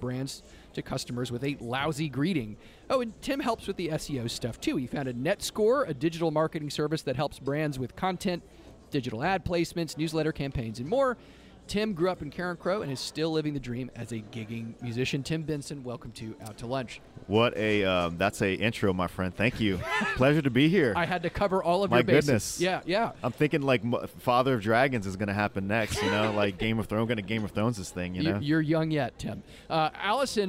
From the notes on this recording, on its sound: This IRL edition of Out to Lunch Acadiana was recorded live over lunch at Tsunami Sushi in downtown Lafayette.